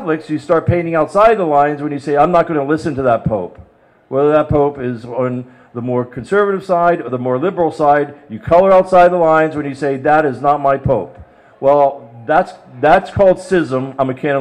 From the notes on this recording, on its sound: We're on location at Theology on Tap at Forest City Brewery in the Duck Island Section of Cleveland.